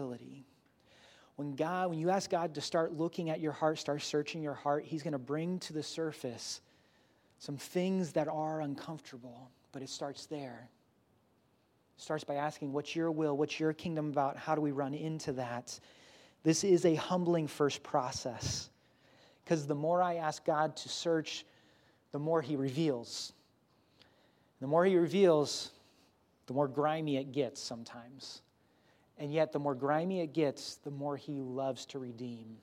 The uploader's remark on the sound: Grace Church Barberton Campus